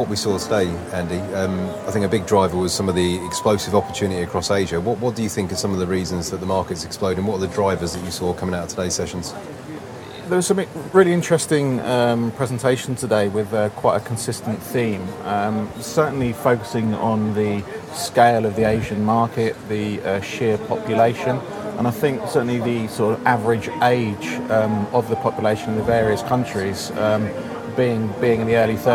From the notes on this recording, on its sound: coming to you from the Data Center Dynamics conference in Singapore